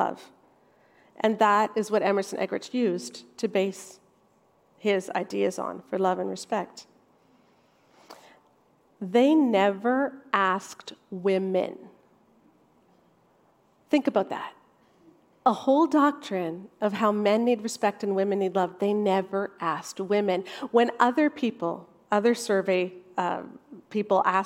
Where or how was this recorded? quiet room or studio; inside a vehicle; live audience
live audience